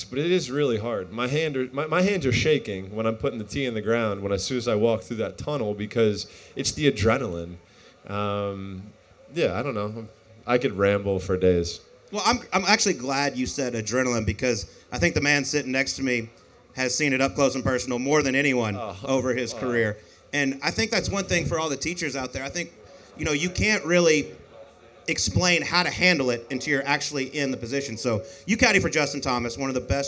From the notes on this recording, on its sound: live from GOLF's Top 100 Teachers Retreat in Scottsdale, AZ